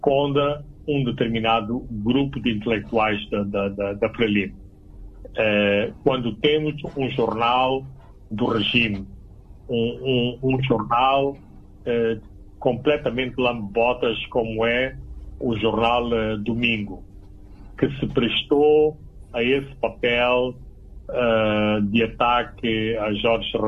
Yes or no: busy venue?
no